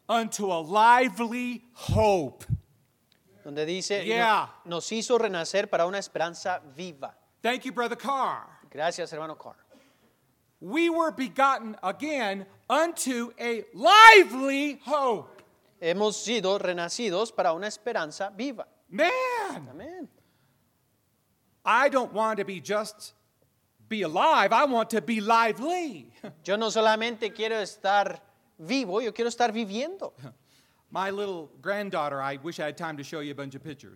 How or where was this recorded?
large echoing room